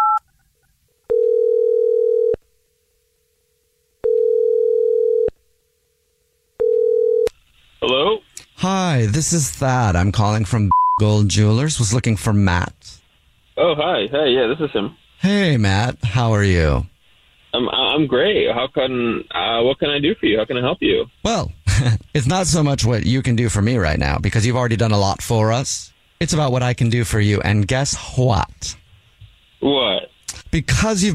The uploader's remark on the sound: on the phone